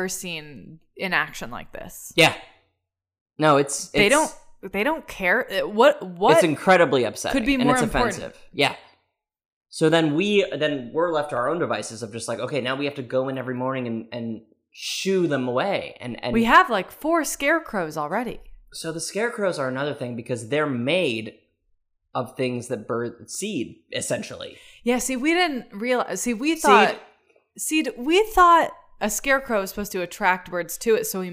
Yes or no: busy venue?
no